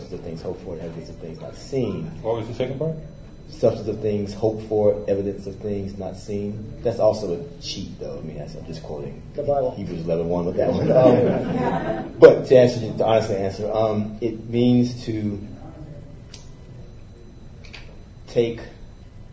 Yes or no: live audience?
yes